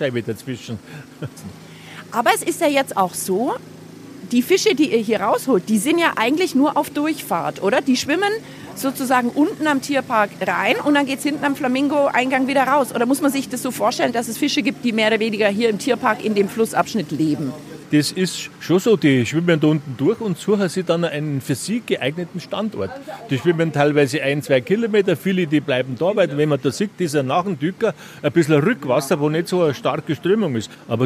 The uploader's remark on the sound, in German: Ist live bei der Bachauskehr dabei. Im Auer Mühlbach.